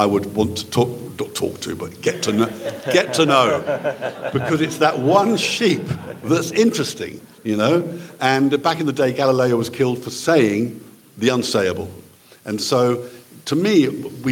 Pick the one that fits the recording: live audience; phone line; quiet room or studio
live audience